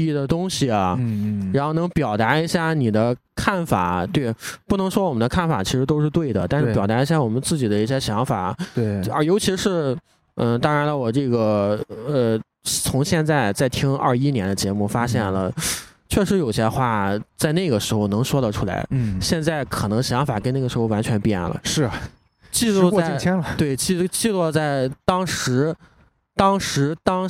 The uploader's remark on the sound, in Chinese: 录音地点：CCPARK一层广场